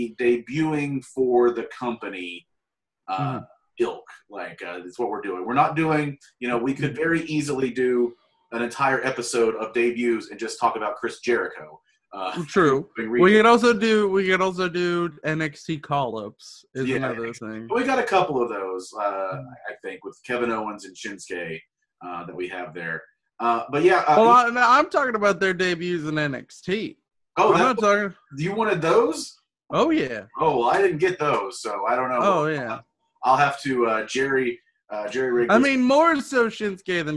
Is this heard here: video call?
yes